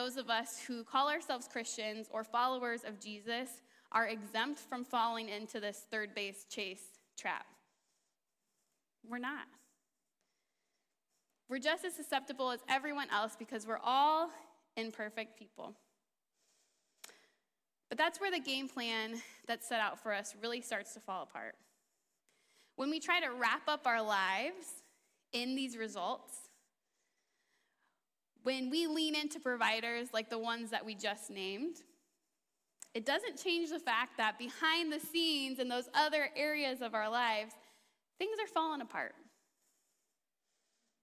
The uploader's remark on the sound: A special guest interview live on stage.